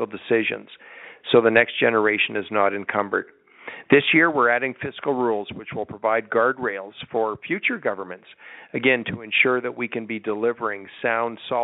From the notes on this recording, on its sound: Budget 2023 Telephone Town Hall. Held an interactive telephone town hall.